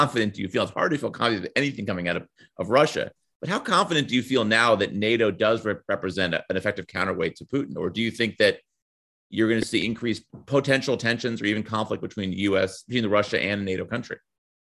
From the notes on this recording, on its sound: The Truth and Consequences Zoom Chat. Apologies in advance for some audio issues we had during the discussion.